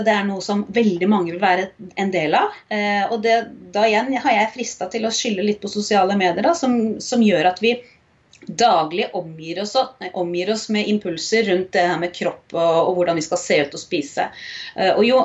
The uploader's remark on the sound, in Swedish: Med oss på skype.